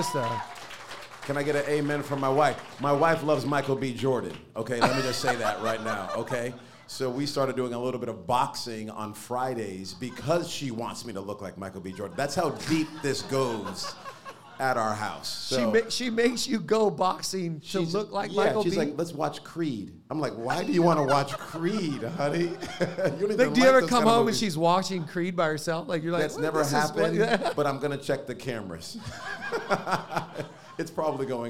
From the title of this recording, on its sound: LLI Live Recording